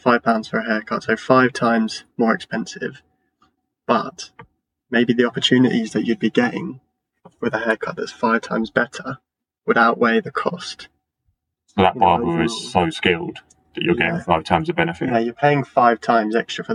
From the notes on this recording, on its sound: Barbershop Pilot Ramble. Testing a couple of locations for recording the pod results in some questionable audio quality. We would like to assure you that the first half of this recording is the worst audio you will listen to.